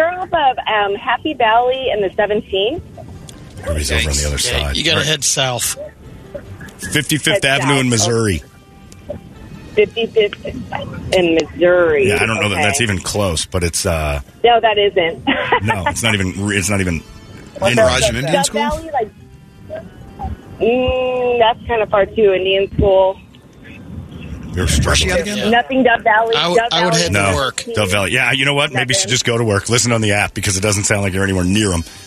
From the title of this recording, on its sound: Third And Fourth Rounds Of Call Ins